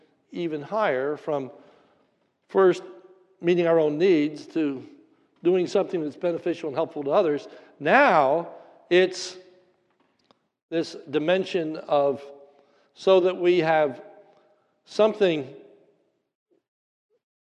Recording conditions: large echoing room